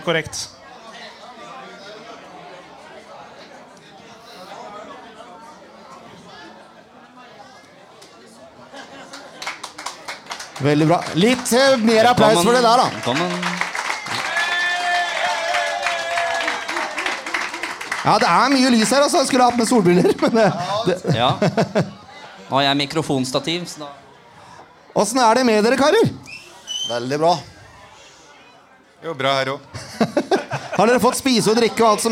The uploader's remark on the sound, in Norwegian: Live fra Sandefjord Fotballs Kick Off 2023!